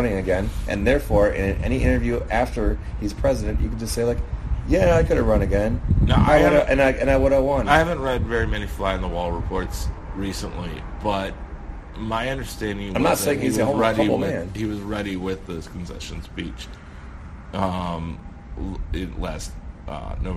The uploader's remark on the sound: This week, we come to you from the Wisconsin Democratic Party Convention in Middleton.